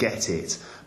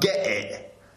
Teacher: the sort of Cockney accent, the way that they don't pronounce their T sounds, the glottal stop · Shown in: second take